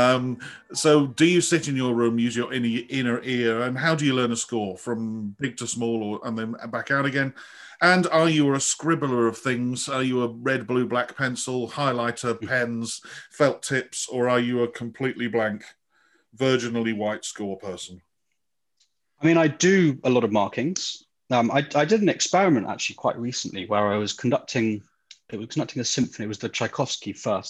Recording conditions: video call